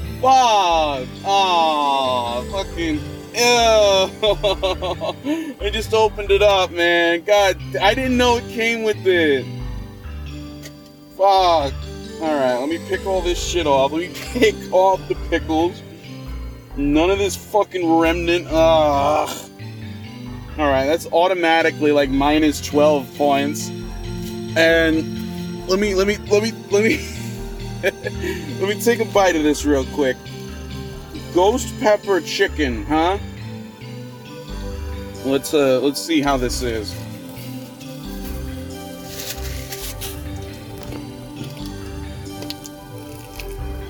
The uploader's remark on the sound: Live from the Wendy's drive-through.